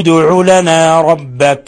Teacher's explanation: هنا الدال ادع تقلقل أيضا لأنها سكنت وهي من حروف قطب جد، قاف طاء باء جيم دال، فهي من حروف القلقلة فلهذا تقلقل.